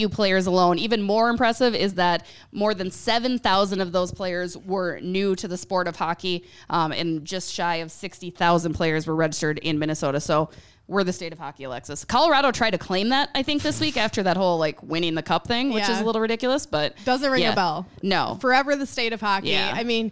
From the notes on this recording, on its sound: Live from 7 Vines Winery. Bringing it to you live from the 7 Vines Winery. We talk to the owner of 7 Vines Winery.